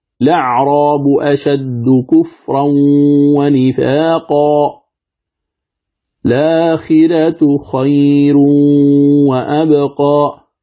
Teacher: نحو الأعراب الآخرة وقصد القارئ الابتداء بالكلمة فإن له وجهين: الأول الابتداء بلام التعريف بعد نقل حركة الهمزة إليها